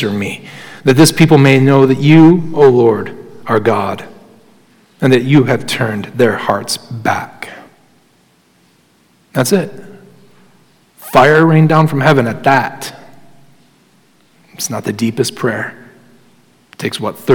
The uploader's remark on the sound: Sermon Audio from Crossway Christian Church